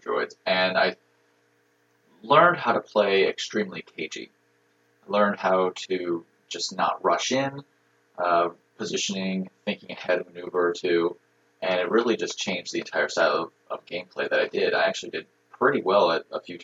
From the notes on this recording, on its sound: Please excuse our sub-par audio quality; we promise it gets better in future episodes!